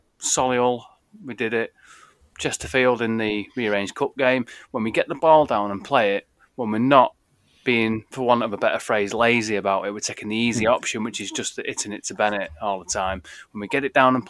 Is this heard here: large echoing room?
no